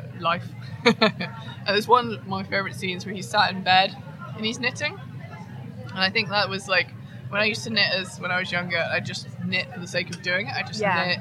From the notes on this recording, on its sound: Live from Edinburgh Yarn Festival